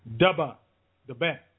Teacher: That TH was not there. It was a D sound.